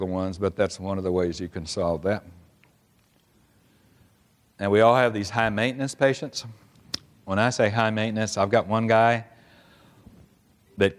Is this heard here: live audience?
yes